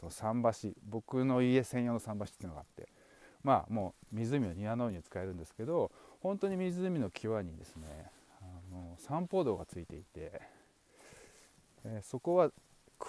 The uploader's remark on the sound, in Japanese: 大地の音と湖畔ウォーク。原生林に囲まれた湖畔を歩きながらのドキュメンタリーモノローグ。